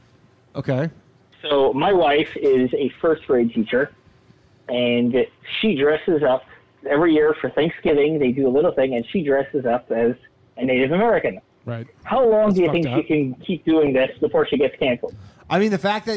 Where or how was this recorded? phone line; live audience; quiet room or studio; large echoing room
phone line